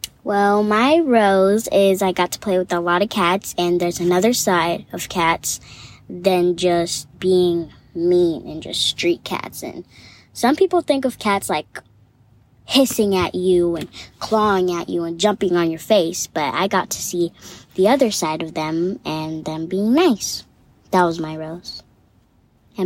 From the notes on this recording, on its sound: Our conversation takes place in the car right after we left the little kitties.